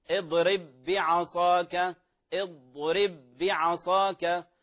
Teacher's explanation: كذلك اضرب بعصاك، اضرب بعصاك، فلا نقول اضرب بعصاك مع أن عليها شدة، فالحرف يشدد ولكن انتبهوا لا يغن